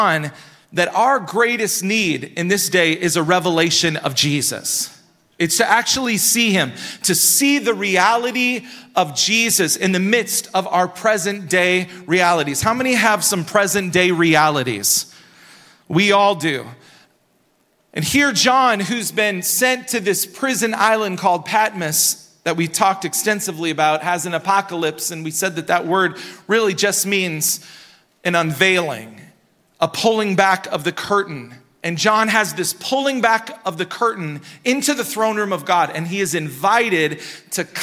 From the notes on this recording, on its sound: Recorded at Hope Church in Springfield, MO.